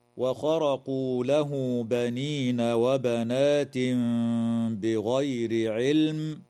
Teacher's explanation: يقلب التنوين ميما مع مراعاة الغنة والإخفاء في قوله تعالى: وبنات بغير، وتظهر اللام في كلمة علم وتسمى لام الاسم، ويجوز الوقف على هذه الكلمة من قبيل الوقف الكافي.